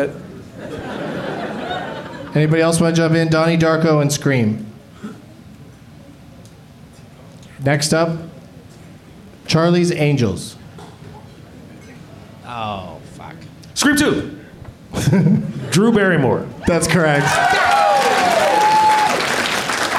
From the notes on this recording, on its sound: Live from Cobb's Comedy Club in San Francisco.